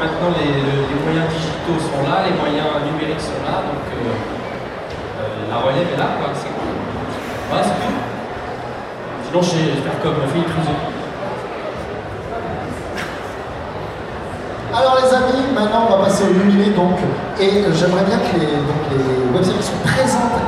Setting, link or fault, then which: setting, busy venue